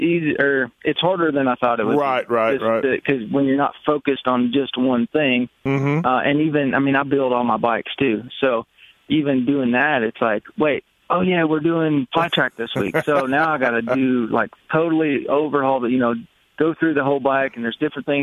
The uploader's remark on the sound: On the phone.